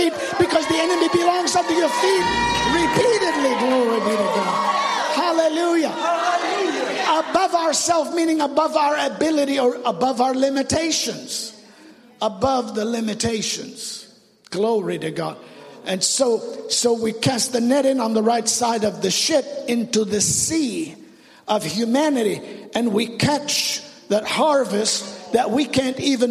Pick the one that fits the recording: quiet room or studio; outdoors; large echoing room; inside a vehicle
large echoing room